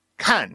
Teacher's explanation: So like he wants to turn fourth tone into a first tone, which is a surprisingly common mistake, because I guess it's because fourth tone starts at a similar starting point to first tone. It just falls from there. And it's like, it's almost like people never get to the falling part.